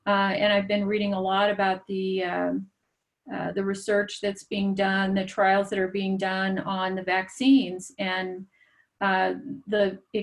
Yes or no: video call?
yes